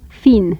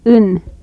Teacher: First, a contrast between two unrounded vowels. High front vowel and a high back vowel.